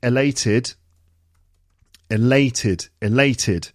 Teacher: 3 syllables and it's the second syllable.